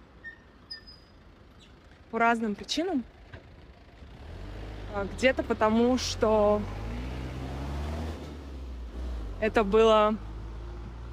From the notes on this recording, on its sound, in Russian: Звуковая прогулка-рефлексия. В этом соло эпизоде я приглашаю вас на звуковую прогулку по городу Алматы. И все это на фоне звуков города.